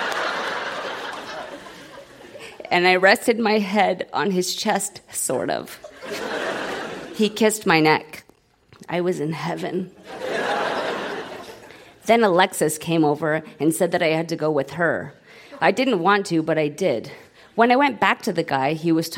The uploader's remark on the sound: Recorded live at The Royal Cinema in Toronto.